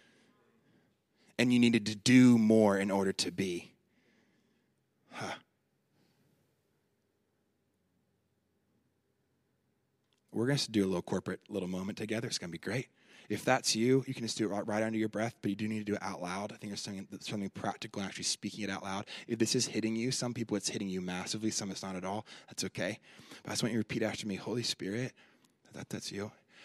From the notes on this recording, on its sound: Fire & Light Conference 2018 Saturday 23rd June 2018 Destiny Church Melbourne